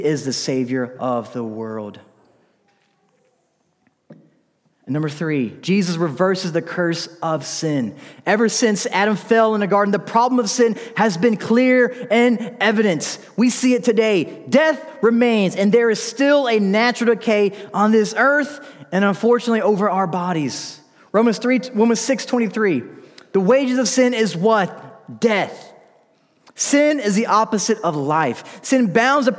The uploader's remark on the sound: This message was delivered during the Sunday evening gathered worship service in December 2019 at Covenant Baptist Church, Valdosta, Georgia.